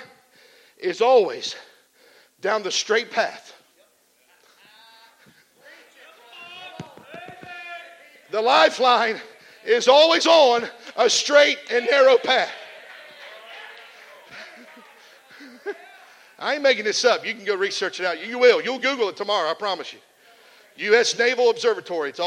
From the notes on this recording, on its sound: This message was preached at the Come Alive Spring Camp Meeting in Shelby, OH.